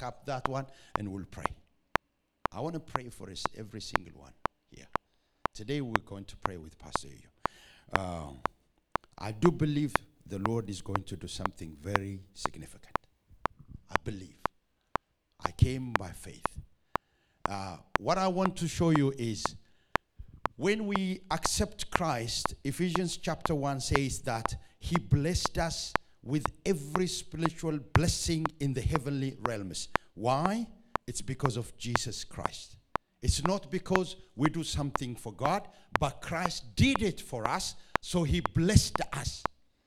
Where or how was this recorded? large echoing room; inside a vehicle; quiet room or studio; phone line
large echoing room